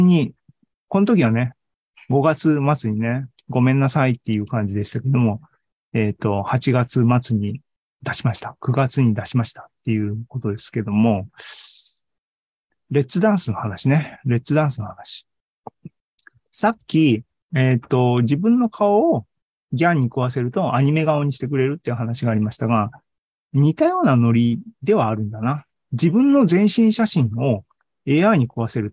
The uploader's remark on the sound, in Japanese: ２０２２年１２月２１日に開催した ZOOMライブの模様です